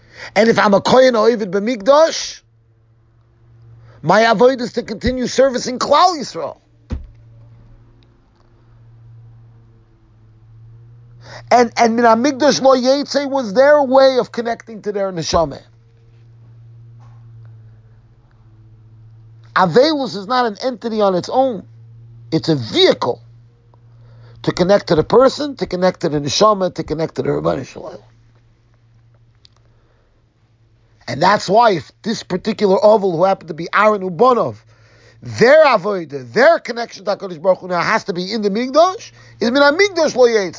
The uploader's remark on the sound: Shiur recorded in Yeshivas Ohr Reuven, Monsey NY